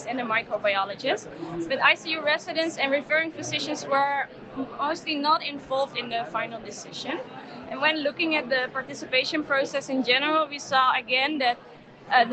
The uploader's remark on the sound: live from Copenhagen, Denmark, for the 33rd European Congress of Clinical Microbiology & Infectious Diseases (ECCMID 2023), 15-18 April 2023.